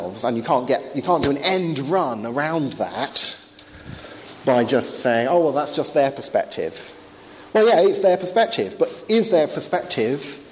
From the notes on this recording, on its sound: Talk with Q&A at Highfields Church Cardiff, 2012.